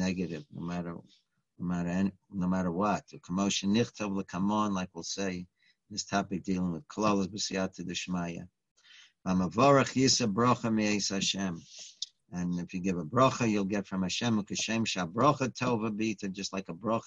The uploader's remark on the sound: Live On Zoom